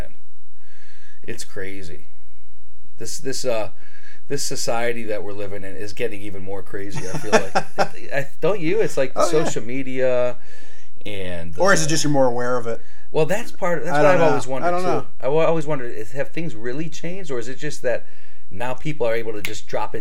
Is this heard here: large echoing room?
no